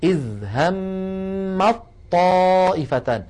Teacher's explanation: فبدل من أن تقول العرب همت طائفتان، همت طاء، فاللسان يترك المكان ثم يعود إلى المكان بذاته، بدلا من ذلك يحولون التاء إلى طاء فيلتقي طاءان، الأولى ساكنة والثانية متحركة، فيدغمون الأولى في الثانية فيقولون إذ همت طائفتان. · Term: الإدغام